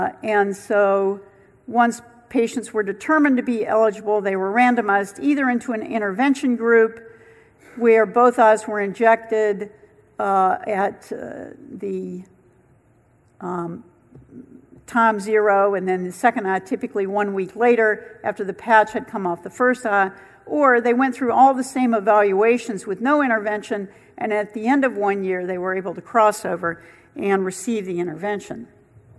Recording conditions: busy venue